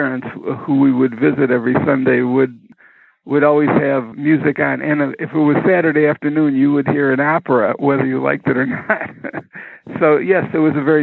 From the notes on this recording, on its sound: This telephone interview goes back to the radio days.